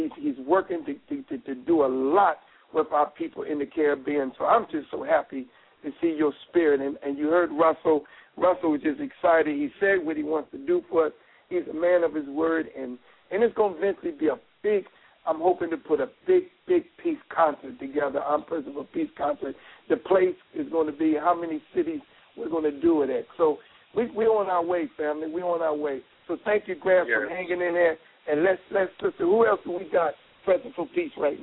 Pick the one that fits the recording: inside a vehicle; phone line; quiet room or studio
phone line